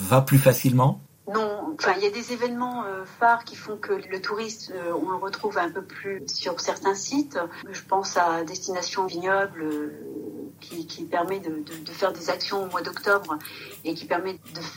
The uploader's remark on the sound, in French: au téléphone